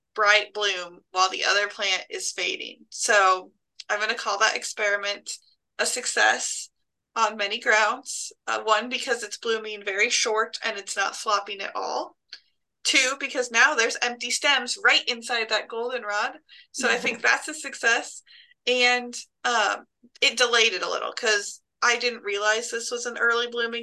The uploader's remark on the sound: This is our first interview over Zoom so the audio does sound a little different at times